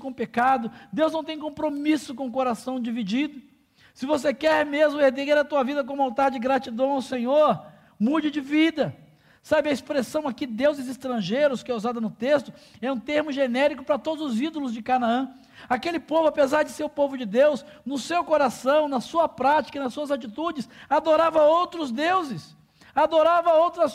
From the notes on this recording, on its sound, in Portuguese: durante a Celebração ao vivo da nossa comunidade